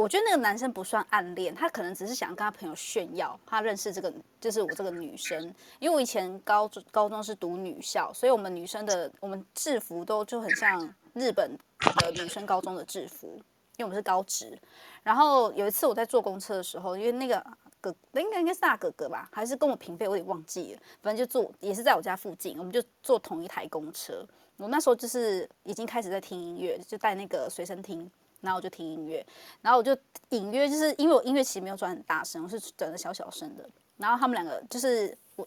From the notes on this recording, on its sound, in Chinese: 此音檔是由club house直播中錄製的。故音質無法與專業麥克風及錄音室錄製比較。